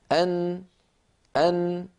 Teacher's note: فالصورة التي على اليمين تبين لنا كيف أن اللسان يقرع مخرج النون، وأن هذا القرع لطرف اللسان يصاحبه غنة من الخيشوم